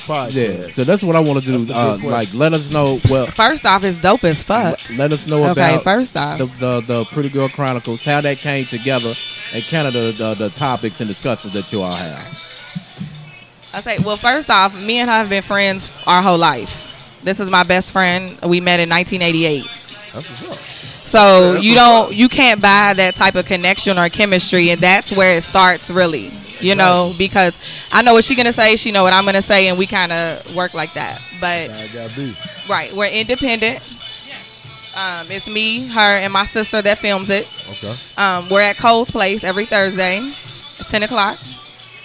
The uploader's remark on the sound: sit down and chat with us while we recorded live